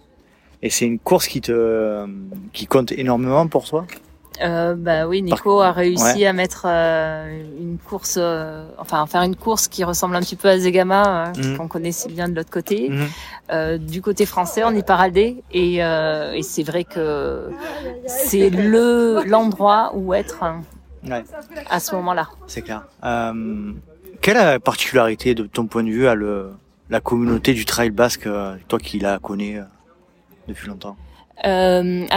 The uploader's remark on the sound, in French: A LA SKYRHUNE. Je vous partagerai des sons enregistrés au sein de l'évènement pour vous imprégner de l'ambiance incroyable qui y règne. Tout ce qui se passe à Ascain, reste à Ascain.